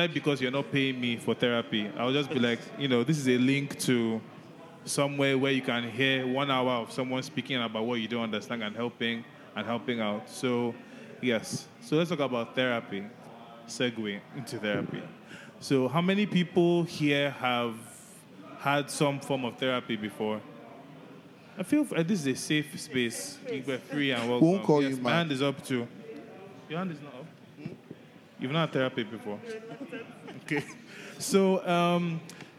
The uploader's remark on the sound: Our first-ever live show was such an amazing experience and we were honoured to be given this platform at Social Media Week Lagos